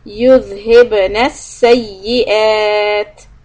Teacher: when you stop on ta, do a little hems and stretch the hamza, 3 to 5 harakat.